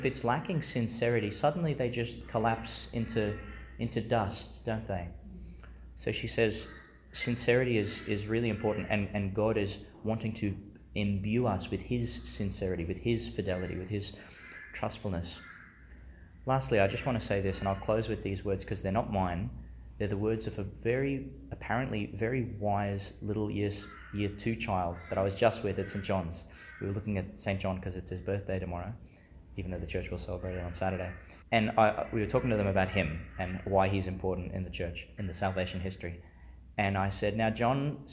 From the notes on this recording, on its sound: delivered Chanel School Chapel, Gladstone, Qld